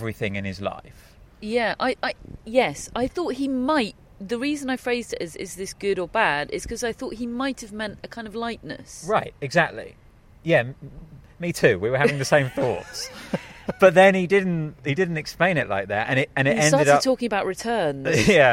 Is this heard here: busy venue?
yes